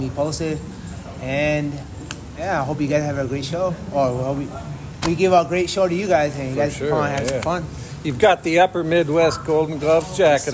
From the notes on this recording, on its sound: we’re on location at the CMB Boxing Gym in Burnsville